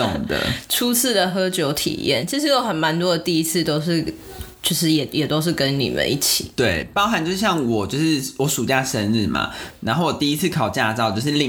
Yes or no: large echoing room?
no